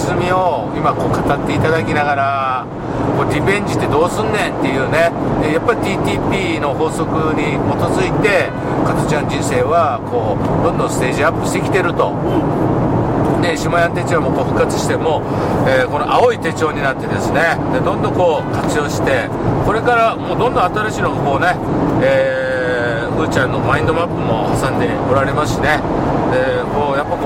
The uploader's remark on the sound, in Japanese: 福井県へ向かう車の中でドライビング対談収録をいたしました。